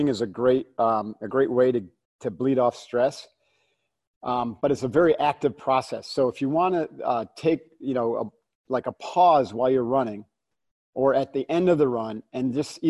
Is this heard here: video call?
yes